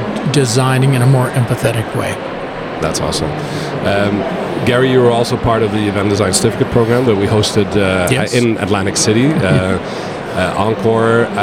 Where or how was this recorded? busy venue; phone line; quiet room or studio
busy venue